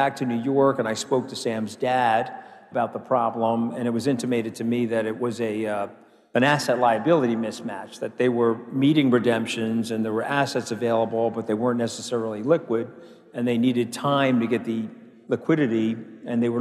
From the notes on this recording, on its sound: A Consensus 2023 panel